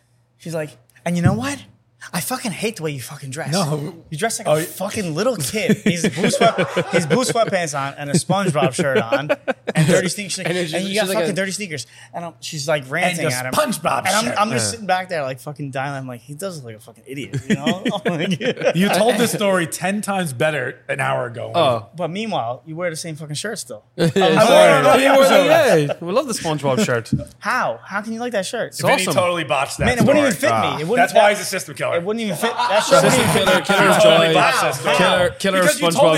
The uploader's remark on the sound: bar "Archie Grand"